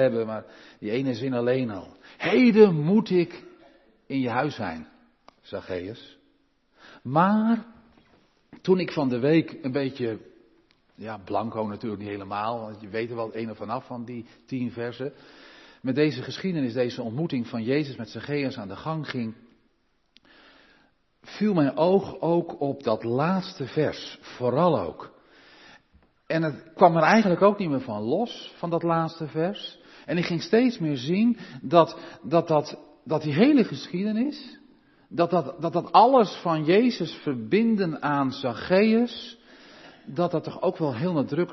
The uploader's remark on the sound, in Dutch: De preek is op 29 januari 2023 opgenomen in de Maranathakerk te Groningen